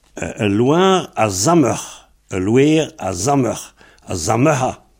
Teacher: Alors, donc, le D mute en Z